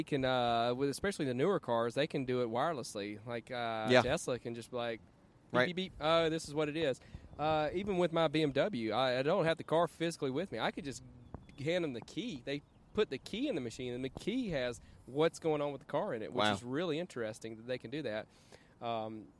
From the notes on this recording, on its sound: This episode of Cars and Talky is recorded from Birmingham Cars and Coffee. This is the cars and coffee event that I first became a part of while I was attending college.